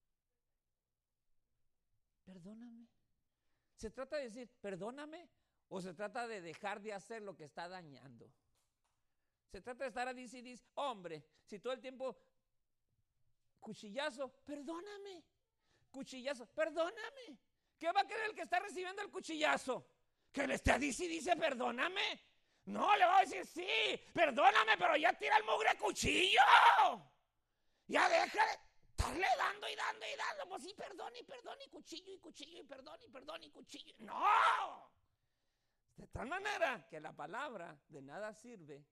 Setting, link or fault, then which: setting, large echoing room